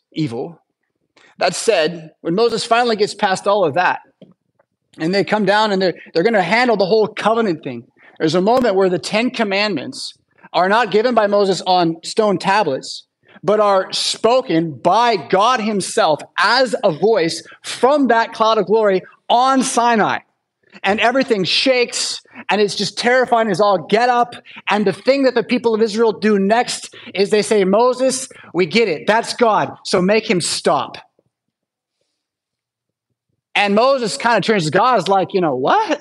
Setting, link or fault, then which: setting, large echoing room